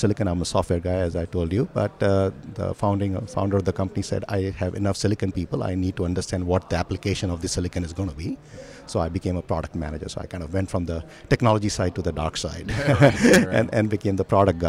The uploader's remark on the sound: In this episode recording at the Broadband World Forum 2019